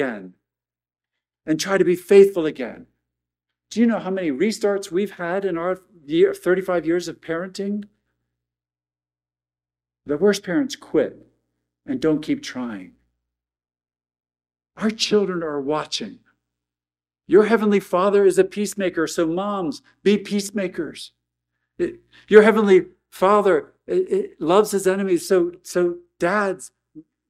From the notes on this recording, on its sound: at Arlington Baptist Church in Arlington, Virginia